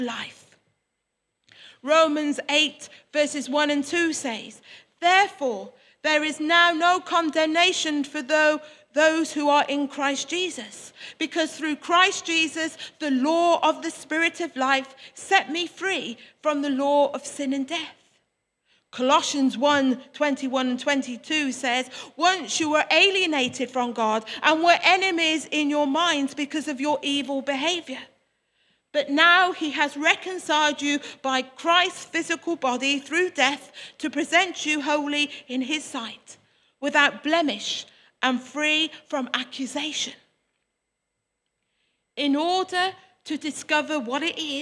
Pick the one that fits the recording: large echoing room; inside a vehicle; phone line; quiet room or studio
large echoing room